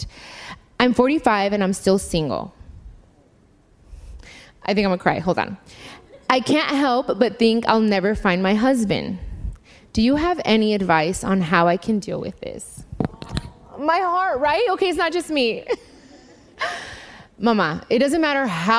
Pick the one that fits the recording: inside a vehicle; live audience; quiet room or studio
live audience